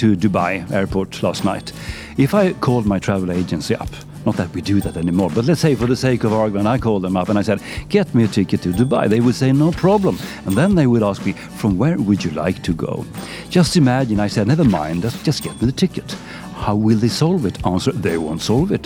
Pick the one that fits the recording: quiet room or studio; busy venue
busy venue